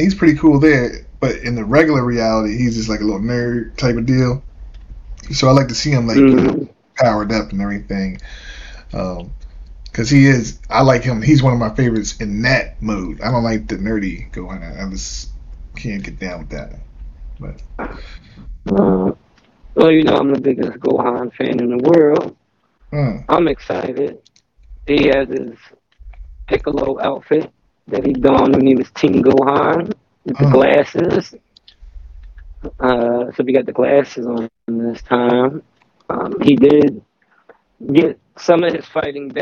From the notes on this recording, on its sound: Technical difficulties on our end but we muscled threw it.